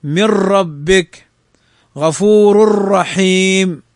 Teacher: الراء في الإدغام تشدد · Term: إدغاما بغير غنة